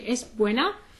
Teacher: when I say es buena, I have to close then my mouth, and then it comes like a whistle in this S